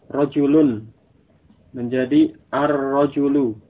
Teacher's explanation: Lamnya masuk ke huruf ra, huruf sesudah lam.